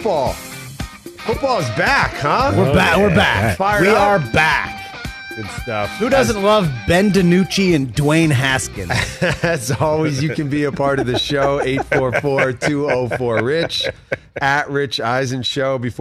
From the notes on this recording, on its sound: calls in from Canton, Ohio